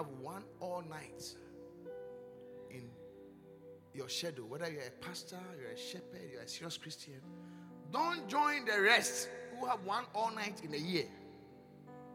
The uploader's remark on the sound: Encounter Service. Preached at the Qodesh.